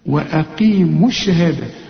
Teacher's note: القاف في اخر درجه من درجات التفخيم